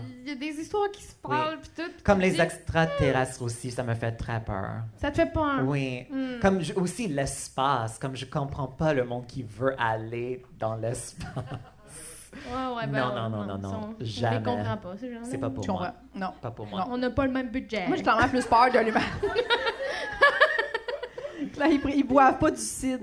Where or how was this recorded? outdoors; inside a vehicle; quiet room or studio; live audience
live audience